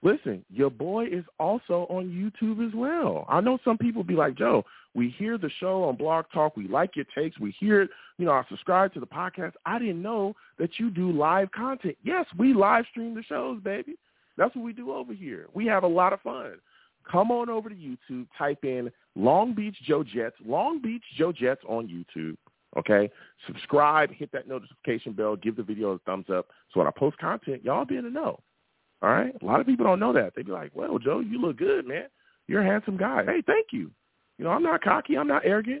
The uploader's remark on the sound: I also take live callers!